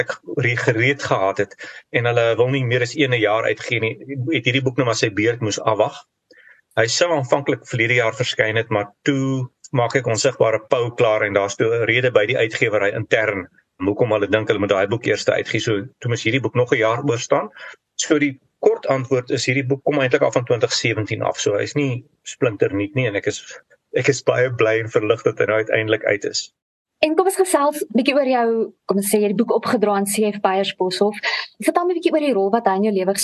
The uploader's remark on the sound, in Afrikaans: vanuit sy huis in Nieu-Seeland via Zoom